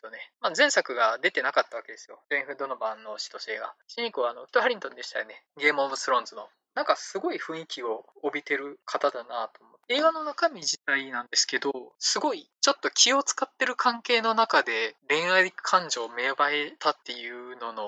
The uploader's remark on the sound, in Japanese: 音質が悪すぎたため、可能な限りで音質改善しました。(でも全然音悪いです。)